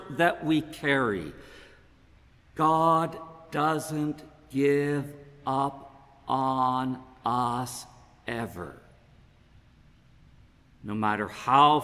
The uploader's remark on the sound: Preached at saint ben's on Sunday August 21, 2022. This podcast is created at saint benedict’s table , a congregation of the Anglican Church of Canada in Winnipeg.